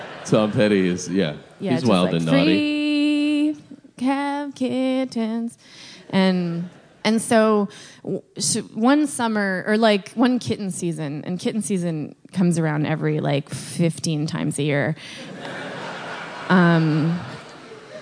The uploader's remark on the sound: SF Sketchfest 2017. The adulation of the crowd in this special live episode of Hold On!